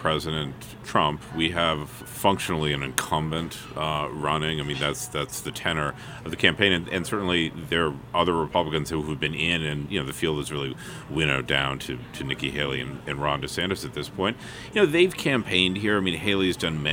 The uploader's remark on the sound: NH Primary updates live from the Tilt'n Diner. We hear from Lakes Region voters about their top issues ahead of the election.